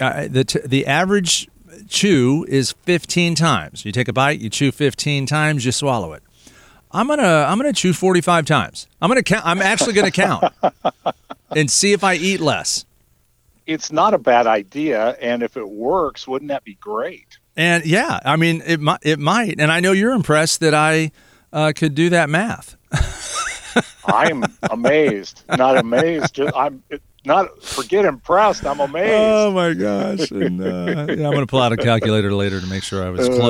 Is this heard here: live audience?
no